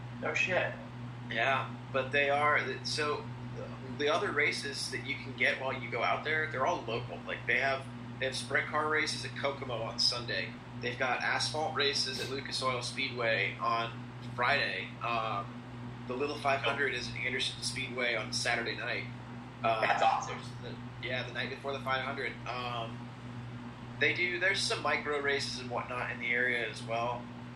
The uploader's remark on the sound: Yes, the audio is not perfect. It didn't record correctly so I had to get creative.